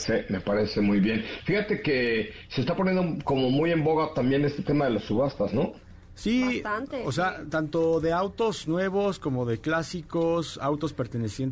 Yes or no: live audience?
no